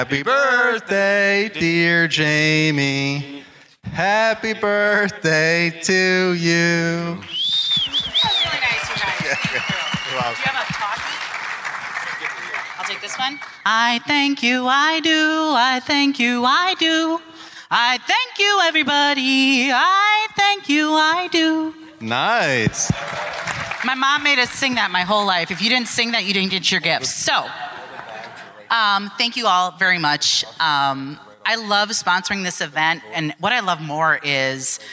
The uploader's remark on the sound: Live from Equip Expo's Morning Show